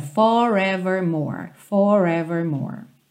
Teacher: Com o sotaque americano, todos esses R's são enrolados. Lembra lá o R da porta com a perna esquerda.